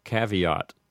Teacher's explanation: You might hear this word pronounced with an Americanized pronunciation like this, caveat. So then the first A in caveat would have an A sound instead of an ah sound